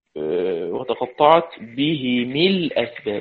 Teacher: كسر الميم لأن الهاء مكسورة